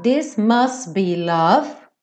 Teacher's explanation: aqui ele também não fala must be, ele come o T.